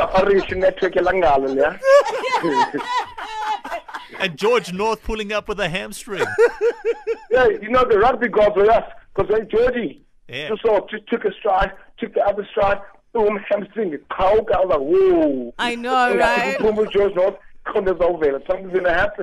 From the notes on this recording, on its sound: PHONE INTERVIEW